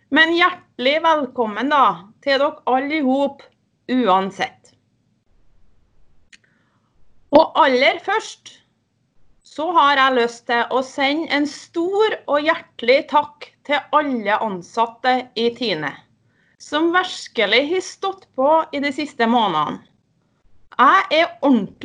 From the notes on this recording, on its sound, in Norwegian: Her kan du høre styreleders tale på årsmøtet i TINE 2020. Talen er holdt på Teams(digitalt årsmøte) og lydkvaliteten kan variere i enkelte deler av opptaket.